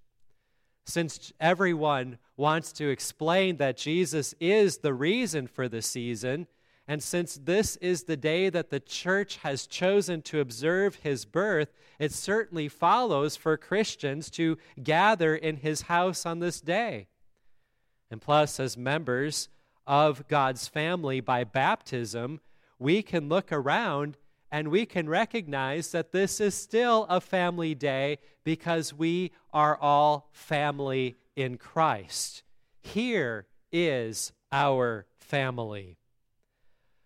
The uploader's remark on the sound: the Christmas Day service at Grace Lutheran Church, Lexington, MO